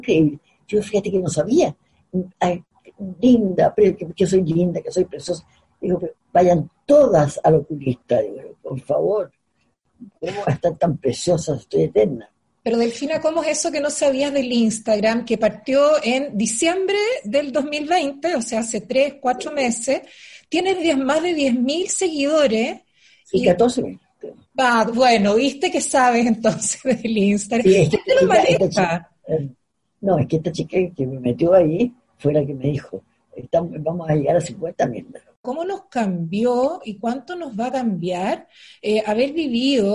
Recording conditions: video call